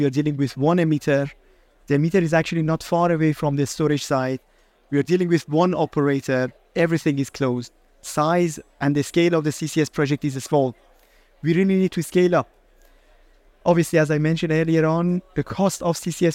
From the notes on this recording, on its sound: Recorded live at Offshore Europe 2023